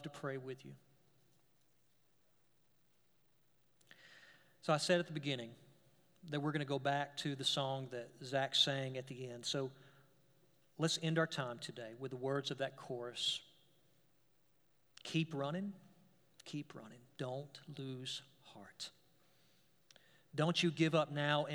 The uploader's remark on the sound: We're glad to share our service audio